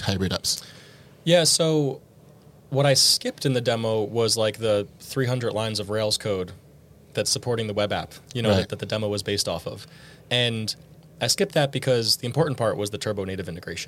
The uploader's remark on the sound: This special episode was recorded live at Rails World, the ambient crowd noise gives that fact out.